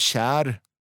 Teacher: K framför främre vokal ja. blir till tje-ljud på svenska och på norska, men inte på danska.